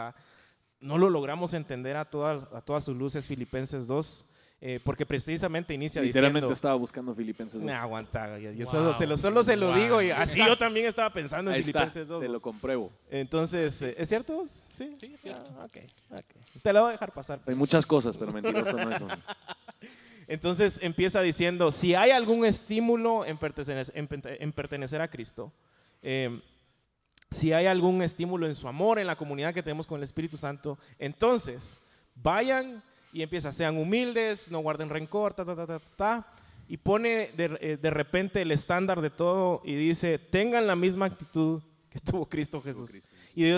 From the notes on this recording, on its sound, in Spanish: El evangelio y mis relaciones (EN VIVO).